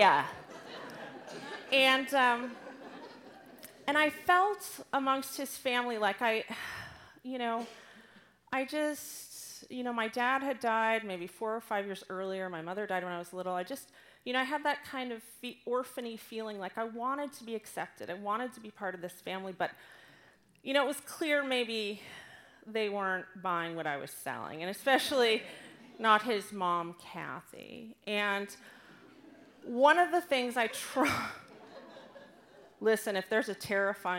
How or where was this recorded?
live audience